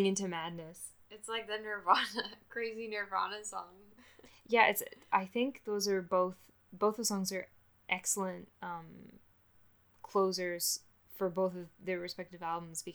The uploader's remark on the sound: I still don't know how to use a microphone